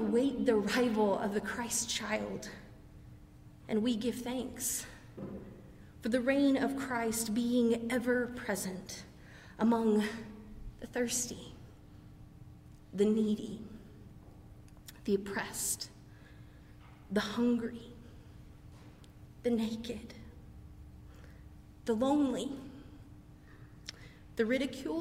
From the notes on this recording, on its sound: preached during our 11:00 service on Sunday